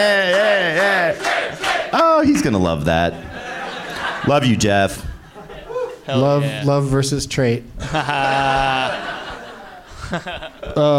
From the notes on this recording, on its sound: Live from the Helium Comedy Club in Philadelphia